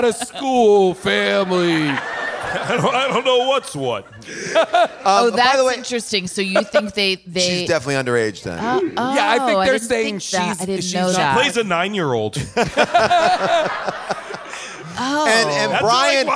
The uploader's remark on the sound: LIVE from Largo in LA